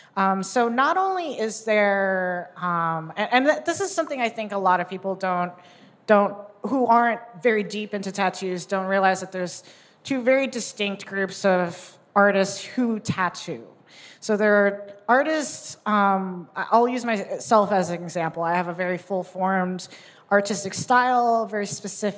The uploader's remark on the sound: The State of NFTs Panel (Live from NYC).